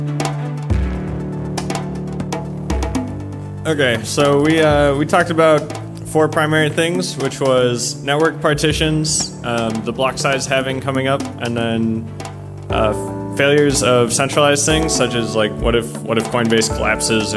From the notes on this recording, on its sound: We're at the recent "Scaling Bitcoin" conference for another one.